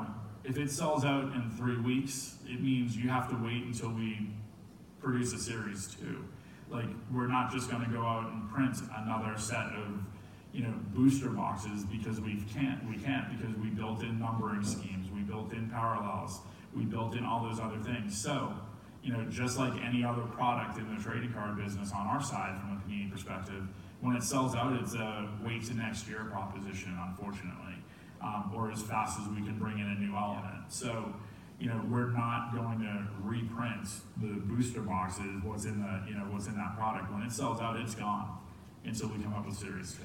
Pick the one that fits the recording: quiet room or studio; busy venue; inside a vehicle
busy venue